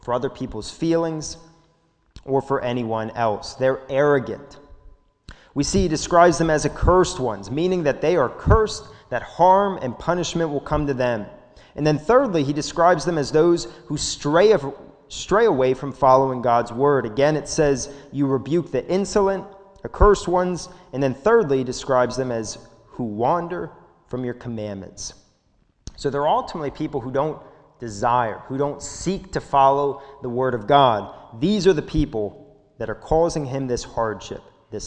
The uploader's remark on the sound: This sermon was recorded at the Lebanon Bible Fellowship Church in Lebanon, PA during the evening service.